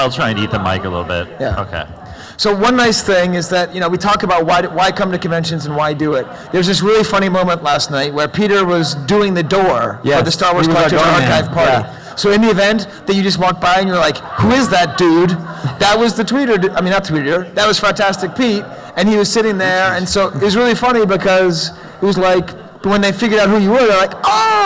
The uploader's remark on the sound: Live from Celebration Anaheim. Recorded live at Celebration Anaheim.